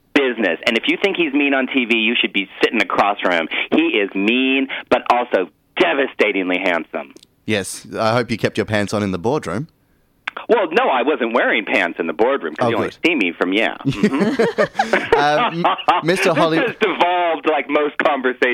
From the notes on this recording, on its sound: jumps on the phone